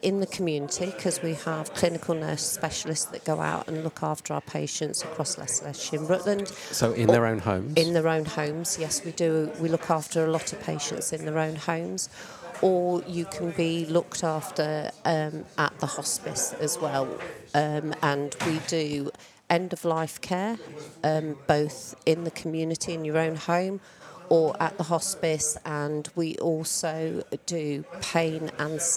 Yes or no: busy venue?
yes